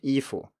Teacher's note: it's first tone neutral tone